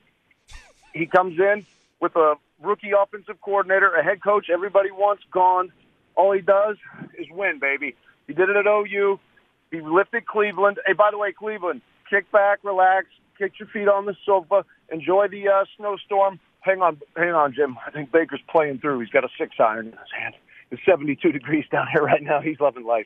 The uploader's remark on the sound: Phone Calls | More Phone Calls